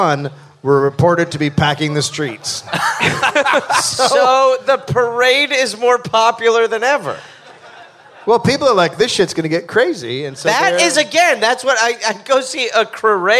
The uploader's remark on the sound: Live in NY